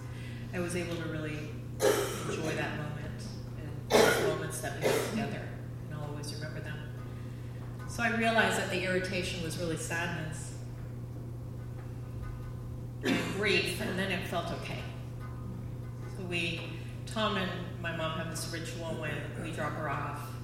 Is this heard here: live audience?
yes